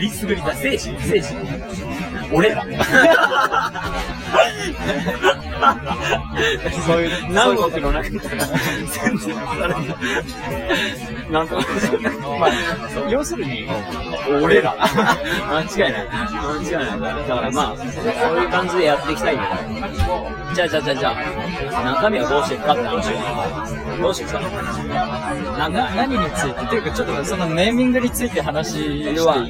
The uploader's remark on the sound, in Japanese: 最初の配信でいきなり音声が雑音に隠れていてすみません。